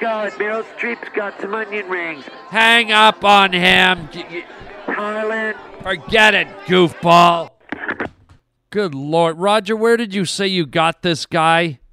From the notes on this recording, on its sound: reports live from the Oscars.